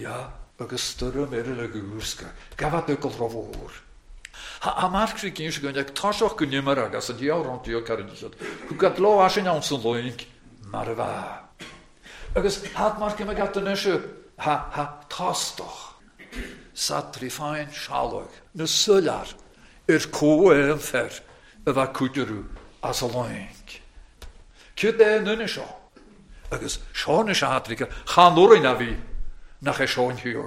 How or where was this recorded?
large echoing room